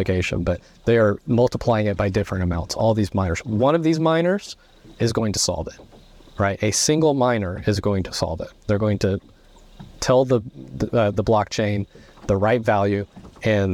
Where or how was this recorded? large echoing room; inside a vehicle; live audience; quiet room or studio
inside a vehicle